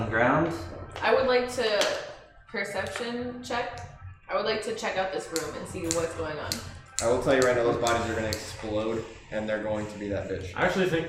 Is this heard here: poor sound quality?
yes